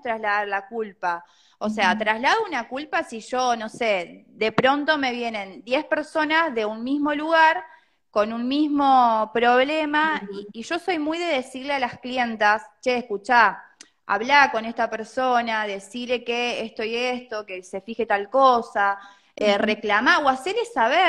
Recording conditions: video call